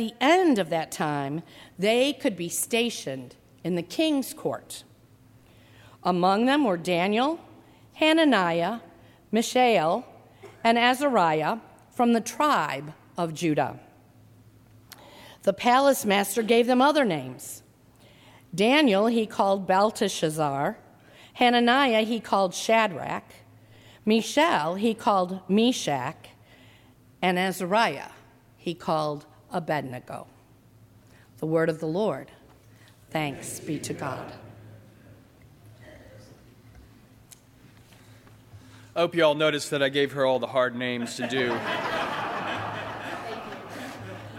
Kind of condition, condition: setting, large echoing room